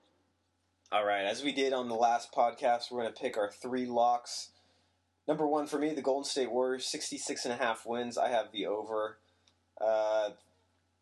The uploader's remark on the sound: There's a little audio issue but whatever.